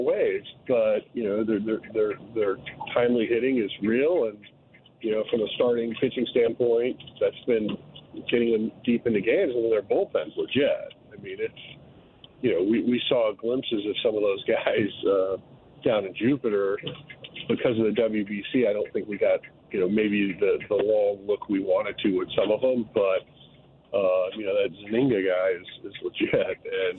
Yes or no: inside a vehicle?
yes